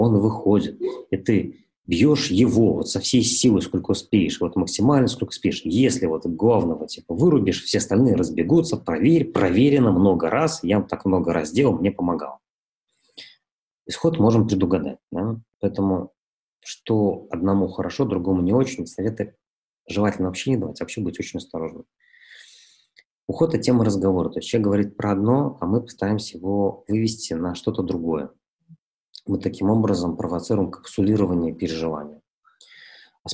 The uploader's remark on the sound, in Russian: Press Club Belarus, Stockholm School of Economics in Riga, Baltic Centre for Media Excellence провели этот вебинар.